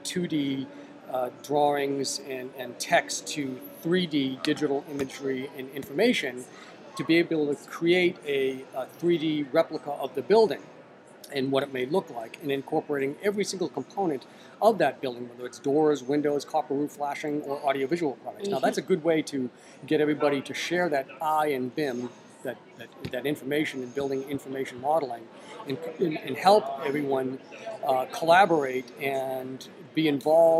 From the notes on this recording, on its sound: Our last WAVEcast live from the show floor of InfoComm 2013.